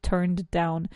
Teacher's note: Kind of have to duplicate that D sound